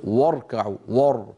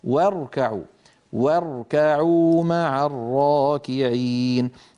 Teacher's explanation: الواو مرققة والراء مفخمة · Shown in: second take · فإن الفم أسهل عليه فينطقهما كلاهما مفخمين.